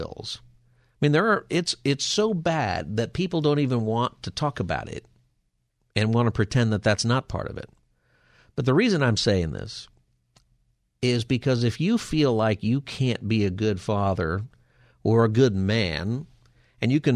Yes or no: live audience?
no